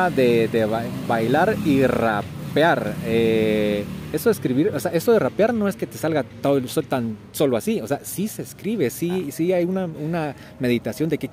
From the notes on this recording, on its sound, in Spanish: Puente Levadizo salió a la calle y por eso escucharán bastante sonido ambiente en este episodio, incluso, algo de hip-hop. En el parque San Sebastián se reúne un grupo de jóvenes que se dedican al arte urbano.